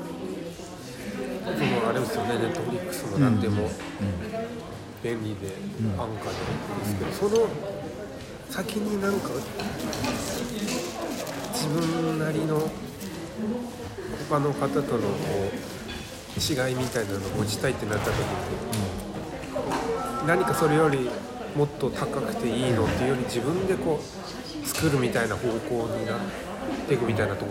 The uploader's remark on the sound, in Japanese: 旧長井小学校のカフェにて